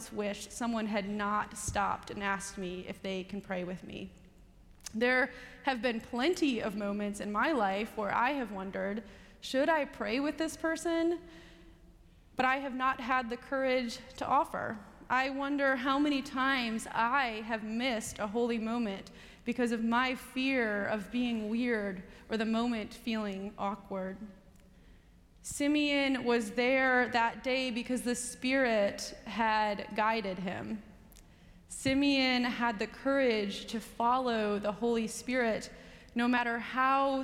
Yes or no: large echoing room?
yes